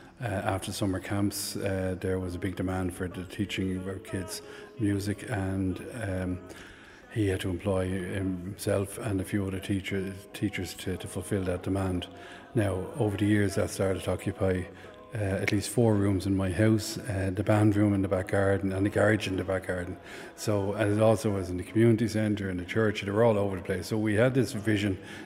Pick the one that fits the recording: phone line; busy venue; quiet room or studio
busy venue